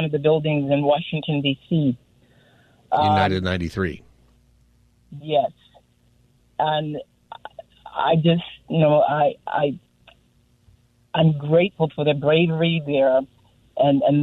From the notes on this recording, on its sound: Listeners call in and share their thoughts.